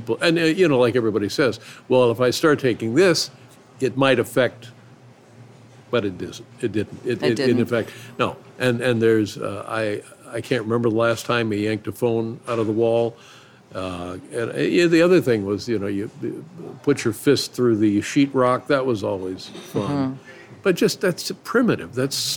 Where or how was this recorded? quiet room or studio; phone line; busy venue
busy venue